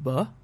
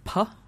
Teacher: b is what's called a voiced bilabial plosive, and p is a voiceless bilabial plosive. But then in English in particular, right, it's not the voicing by itself that determines whether something is P or B.